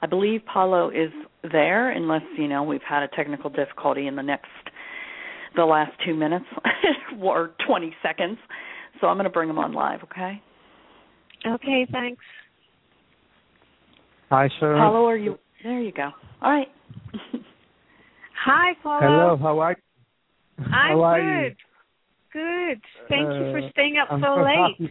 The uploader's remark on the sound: Takes your calls for healing live today!